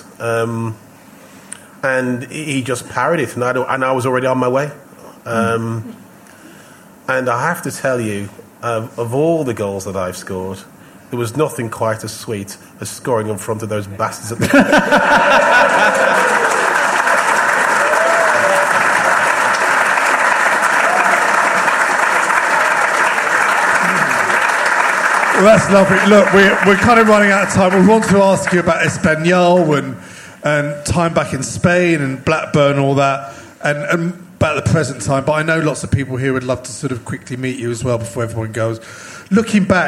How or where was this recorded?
busy venue